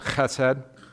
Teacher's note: The CH, this is a guttural. It's in the back of your throat.